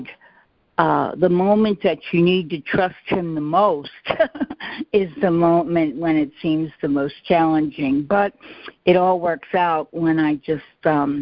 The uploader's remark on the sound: ACIM Daily Conference Call.